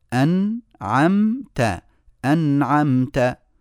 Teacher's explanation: الغنة التي تخرج من الأنف ضعفت وتأثرت بانسداد مسلكها ومخرجها الذي تخرج منه اللي هو الأنف وبعد ذلك نجد أن الغنن الطويلة اللي تحتاج